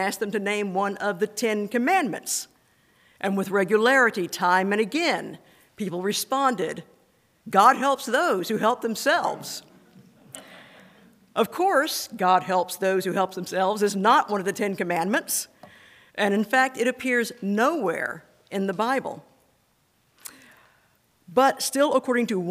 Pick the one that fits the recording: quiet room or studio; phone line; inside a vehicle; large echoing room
large echoing room